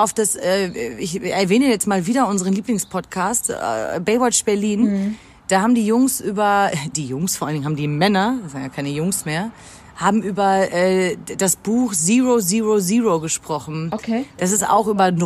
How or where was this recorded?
outdoors